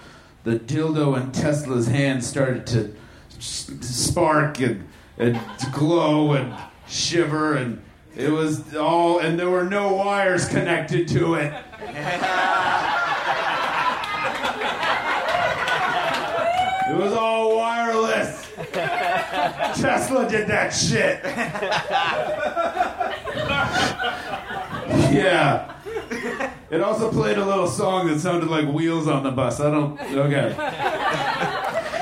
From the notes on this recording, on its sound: Recorded live at The Virgil in Los Angeles.